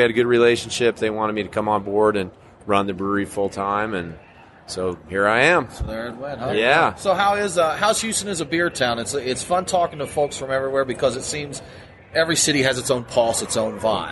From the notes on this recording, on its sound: This interview took place at the 2016 Great American Beer Festival in Denver.